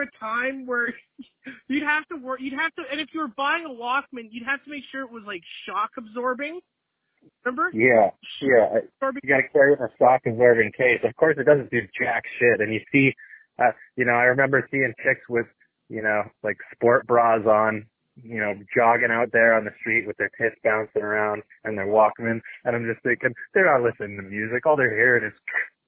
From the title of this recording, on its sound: PodcastJones Over Da Phone